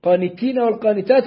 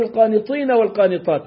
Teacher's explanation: ولازم نهمس في التاء عشان ما تطلعش طاء